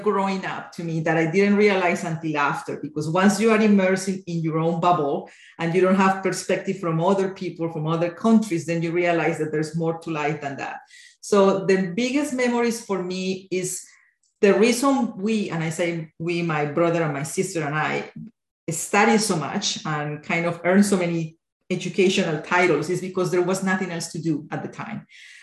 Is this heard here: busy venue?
no